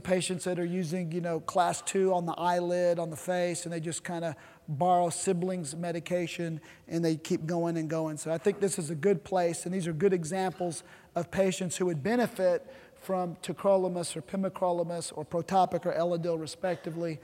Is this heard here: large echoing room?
yes